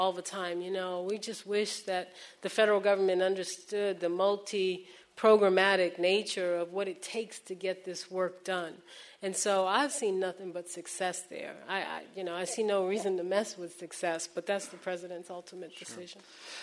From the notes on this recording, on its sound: This program was recorded in front of a live audience in San Francisco as part of Climate One at The Commonwealth Club